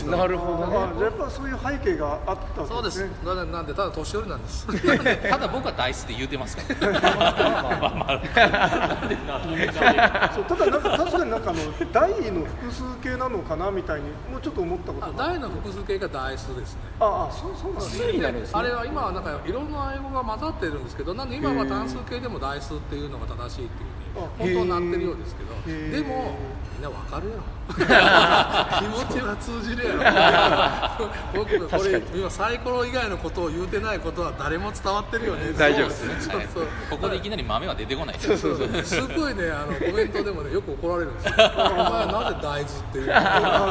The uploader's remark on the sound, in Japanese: ゲムマ２０１９秋。ゲムマ会場で収録しました。